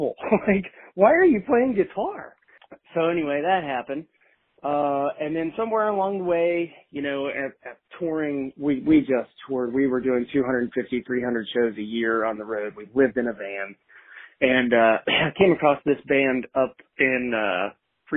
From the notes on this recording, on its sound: calls in to chat